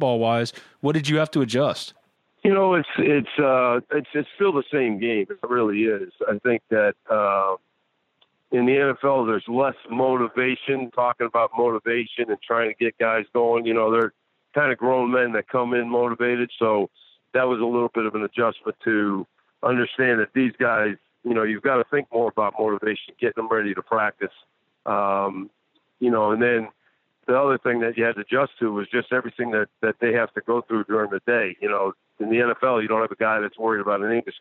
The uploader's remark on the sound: Call in from fall camp. On the Modern Woodmen phone line.